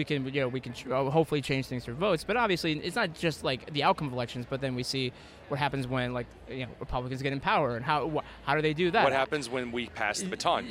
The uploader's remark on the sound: joined me at the Turning Point Action Conference in Palm Beach, Florida